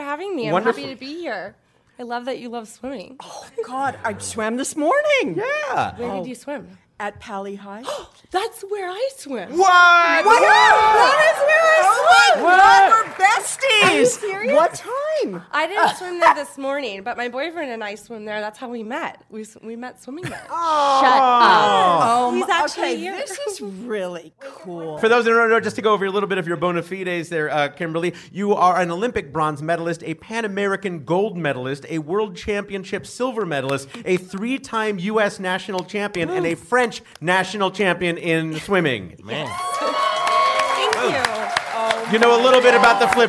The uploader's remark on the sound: It’s the return of in-person live audiences on Go Fact Yourself ! This episode was produced in conjunction with KPCC and recorded live at the Crawford Family Forum in Pasadena.